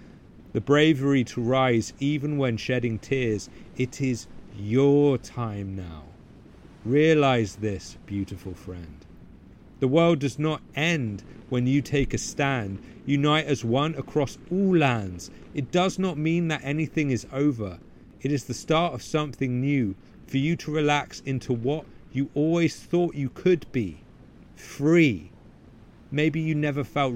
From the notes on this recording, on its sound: I recorded this podcast amid a heavy storm hitting the wilderness hard. As rain belted down and gale-force winds toppled trees taller than I could see.